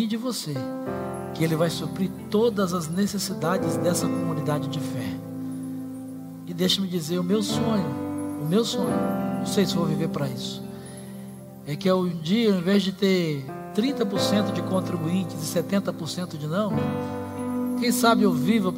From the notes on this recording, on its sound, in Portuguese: Celebração ao vivo